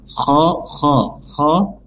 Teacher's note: Kho kho kho, kemudian makhraj kho itu ada di tenggorokan bagian kho paling atas ya. Tenggorokan bagian paling atas kho. · Pertama ada di lafaz kho ya, musakho musakhara. Di sini kho-nya dia punya sifat rokhawah yang dimana ada udara yang menyebar dan mengalir ya. Kho kho kho, kemudian makhraj kho itu ada di tenggorokan bagian kho paling atas ya.